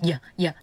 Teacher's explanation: So this is pronounced da, da. But the D in Vietnamese is pronounced yeah, yeah. Like the sound the Y in English makes.